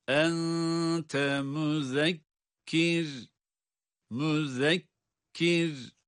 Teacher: Zal harfi peltek ve ince